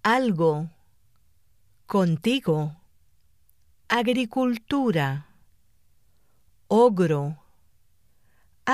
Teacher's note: Everywhere else, except for the combinations GE and GI, the sound is weaker, with the breath continuing to pass between the palate and the back of the tongue.